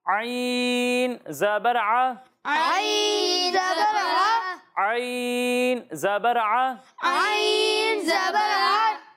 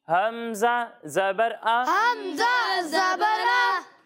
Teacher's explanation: ایک حرف ہے عین اور دوسرا حرف ہے حمزہ۔ جب ہم عین کی ادائیگی کریں گے تو اسے حلق کے درمیان والے حصے سے پڑھیں گے، اور جب ہم حمزہ کی ادائیگی کریں گے تو اسے حلق کے نیچے والے حصے سے پڑھیں گے